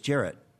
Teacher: If you say it quickly, it's Jarrett. Jarrett with a glottal stroke at the end, yes, but not a D